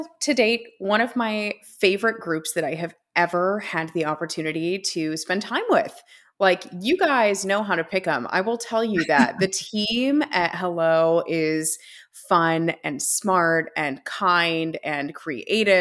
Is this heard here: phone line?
no